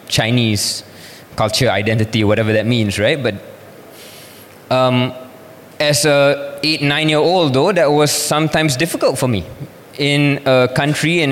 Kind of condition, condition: setting, live audience